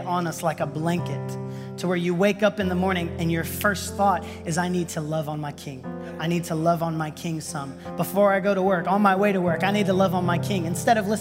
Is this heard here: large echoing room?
yes